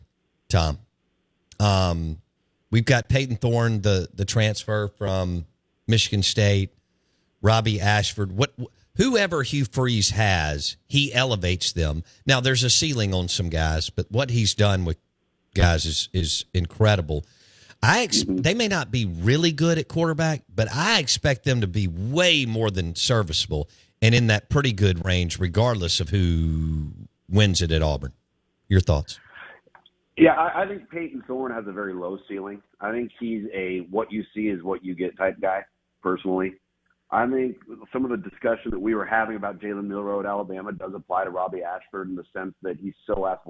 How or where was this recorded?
phone line